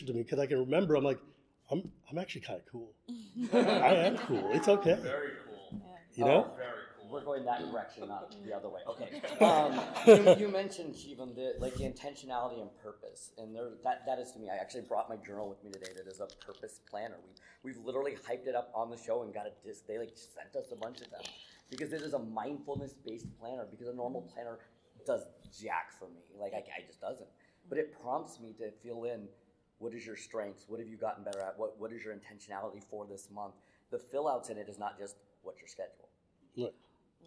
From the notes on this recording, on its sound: It is the audio from the Panel at Magic Con Las Vegas from this past weekend. It is the audio from the Panel at Magic Con Las Vegas from this past weekend.